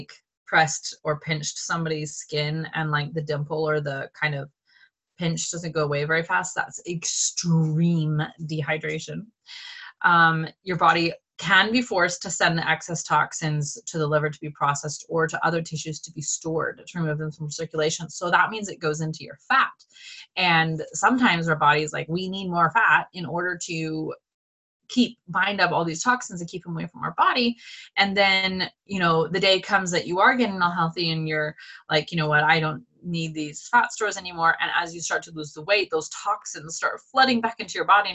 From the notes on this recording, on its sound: One of the last Zoom calls made in the old house before we moved to the farm!